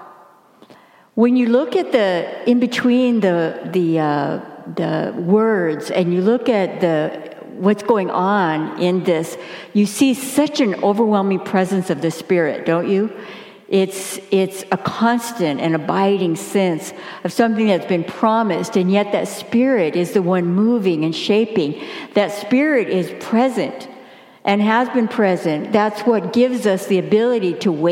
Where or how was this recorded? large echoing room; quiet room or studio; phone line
large echoing room